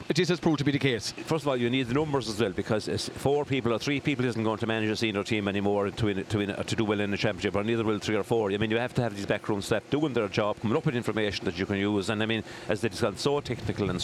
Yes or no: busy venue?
yes